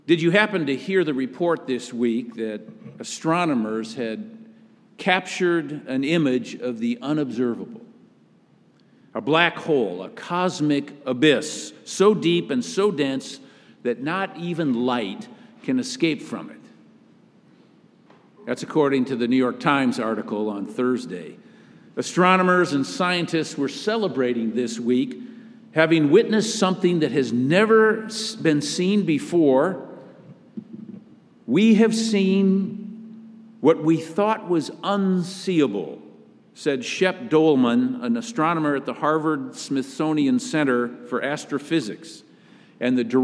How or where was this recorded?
large echoing room